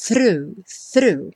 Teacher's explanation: é só botar a ponta da língua lá no dente e trazer já puxando o R.